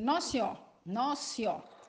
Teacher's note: Então, o, o ora, no final de senhora, de senhora, apaga